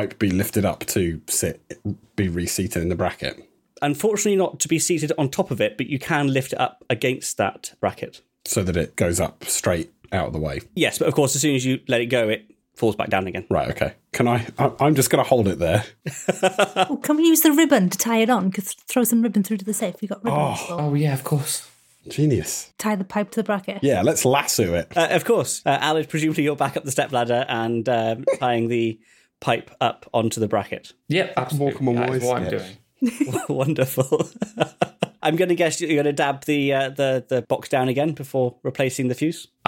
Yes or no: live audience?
no